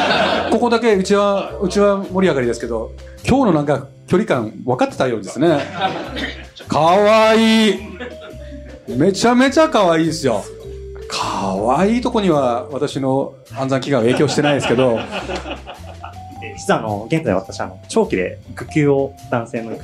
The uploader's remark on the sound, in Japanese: 公開収録がついに実現! 参加者との交流で心温まる前半戦。飲食自由、プレゼントもありな公開収録スタート!